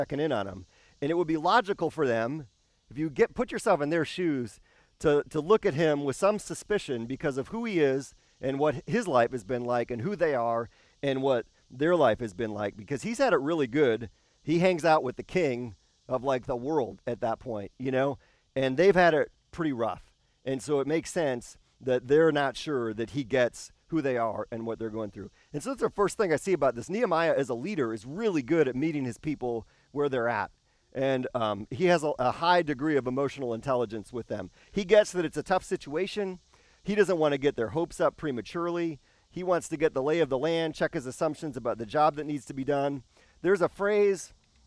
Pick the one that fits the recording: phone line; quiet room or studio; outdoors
outdoors